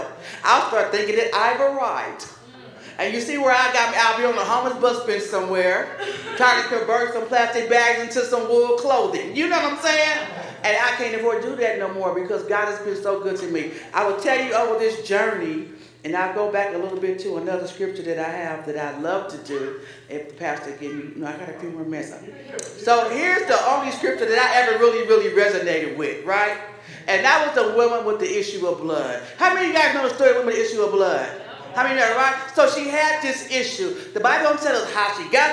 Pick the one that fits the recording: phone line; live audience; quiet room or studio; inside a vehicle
live audience